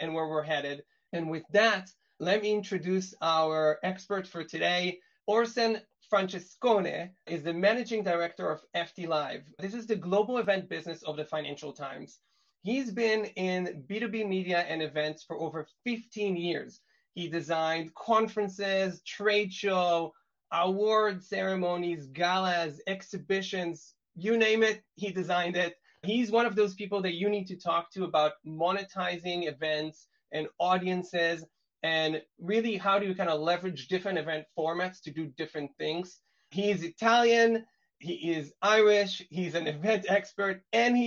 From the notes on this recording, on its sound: This episode — which aired recently as a webinar — provides a deep dive into the strategic world of event management.